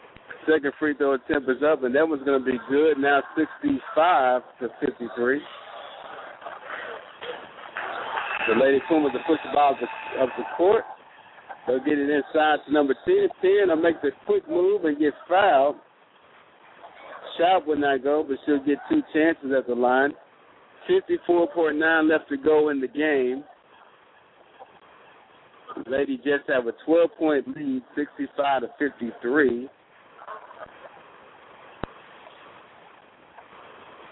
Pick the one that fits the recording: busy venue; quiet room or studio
busy venue